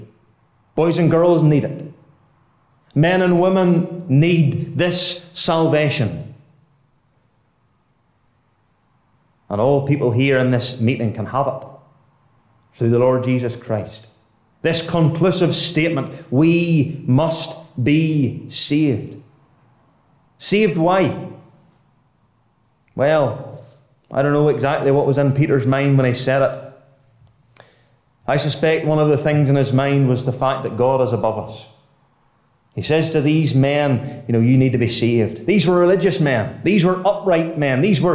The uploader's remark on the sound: Listen to a Gospel Audio Recording from Ballyclare Gospel Hall.